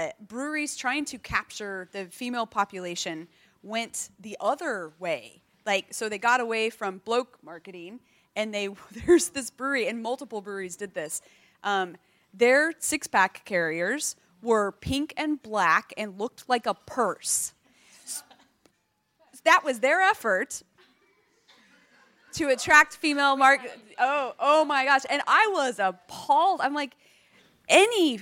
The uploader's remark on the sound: During the recent Good Beer Week in Melbourne, the Cryer Malt trade hub at BeerDeluxe was once again a focus for the brewing industry with a number of important trade discussions taking place. Brews News was able to be there to record some of these panels.